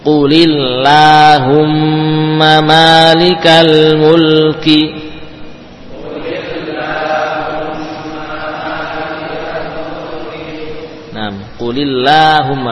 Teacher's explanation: termasuk lafaz Allahumma, ya, bila sebelumnya kasrah maka juga dibaca tipis